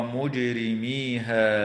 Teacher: وتقلقل الجيم في كلمة مجرميها